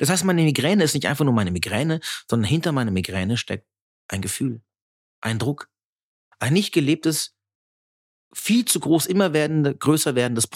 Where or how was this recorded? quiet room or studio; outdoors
quiet room or studio